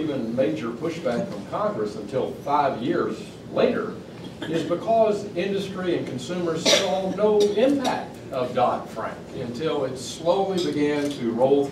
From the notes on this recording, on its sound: WASHINGTON, DC. In an appearance before a breakfast meeting of The Ripon Society.